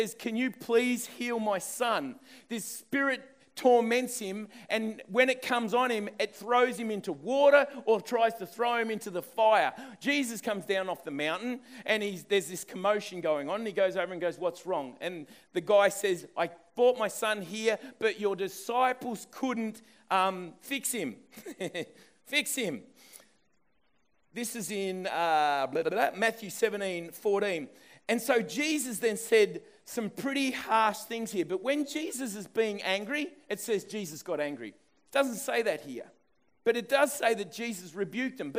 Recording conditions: live audience